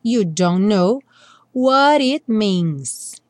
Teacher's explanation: a gente não pronuncia nem o T do don't, nem o K do know, porque a gente nunca pronuncia mesmo o K do know. · Term: junção dos dois N's